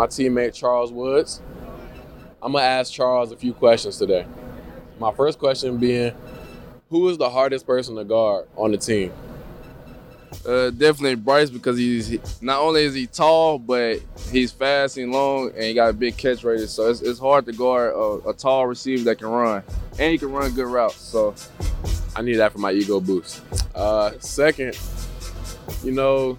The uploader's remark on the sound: Behind the scenes at Big 12 Media Days. Interview each other at Big 12 Football Media Days.